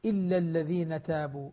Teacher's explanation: يعني شد اللام لكن لا تمديها